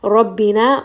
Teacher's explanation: ra here is going to be heavy because it has a fatha. Rabbina, two count med.